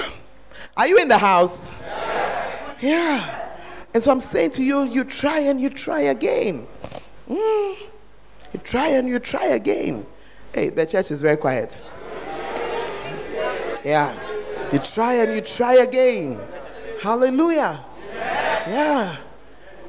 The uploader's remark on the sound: Preached At The 100s and 200s Camp